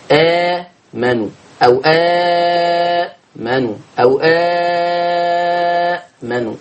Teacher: حفص كان بيعمله اتنين، ورش بيعمله اتنين واربعة وستة. آمنوا أو آمنوا أو آمنوا اتنين واربعة أو ستة. · Term: مد بدل